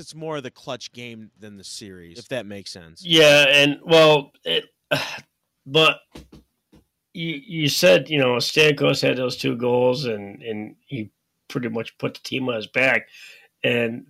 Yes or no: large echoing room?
no